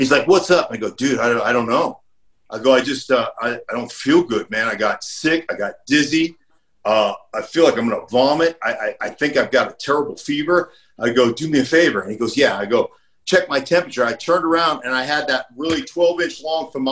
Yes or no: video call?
yes